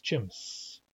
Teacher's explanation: Those of you with English accents may be tempted to pronounce it chims as if it ended with a Z, but it does not. It's chimps.